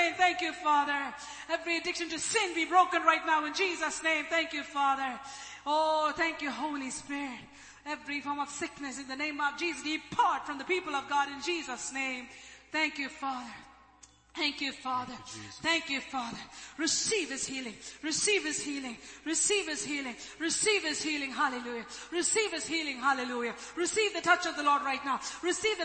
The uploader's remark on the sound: ELBIM Church Sunday LIVE Stream Audio